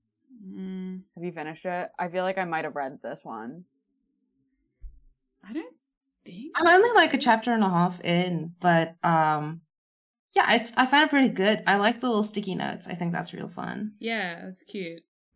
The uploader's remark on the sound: We've had to use some back up audio for this one, sorry for the dip in quality.